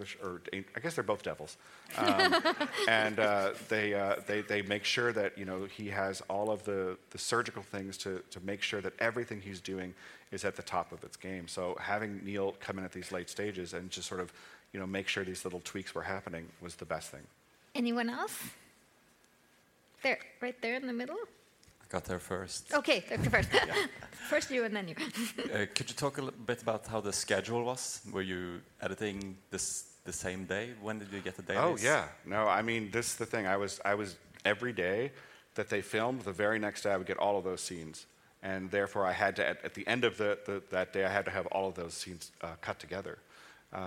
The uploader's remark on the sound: Recorded live at the Nordic Media Days Festival in Bergen Norway.